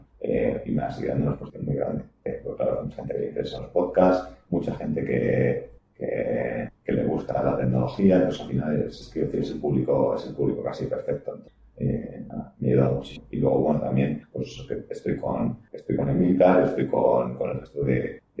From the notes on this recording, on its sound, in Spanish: Por motivos técnicos ajenos a Emilcar FM la calidad del audio de este episodio dificulta su audición.